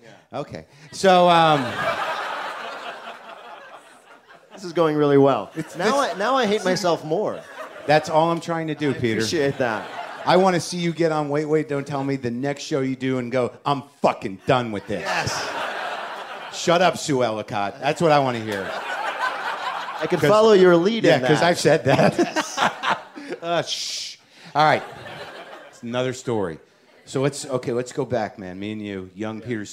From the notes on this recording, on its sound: It's Live WTF from SXSW.